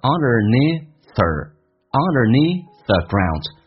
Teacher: Underneath 是辅音，the 也是辅音，只用发一次